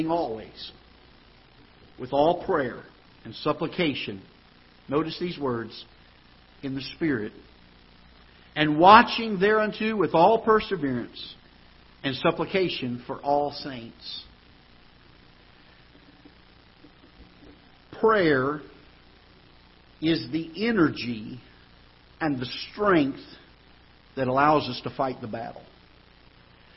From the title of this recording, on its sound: Ketha Heights Baptist Church ~ Live Broadcast